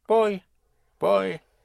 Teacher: Again, the V, pronounced with your lips, like a B.